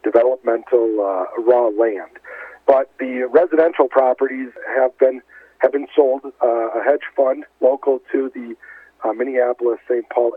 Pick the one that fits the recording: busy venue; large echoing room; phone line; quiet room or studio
phone line